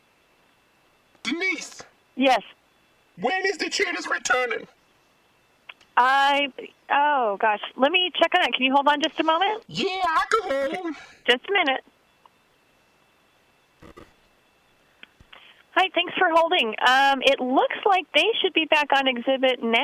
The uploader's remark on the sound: Prank Phone Calls.